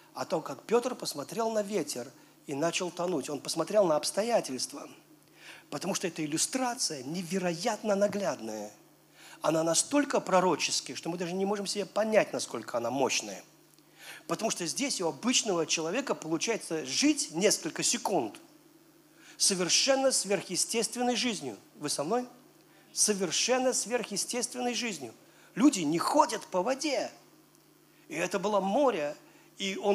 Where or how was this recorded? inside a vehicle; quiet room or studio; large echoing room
large echoing room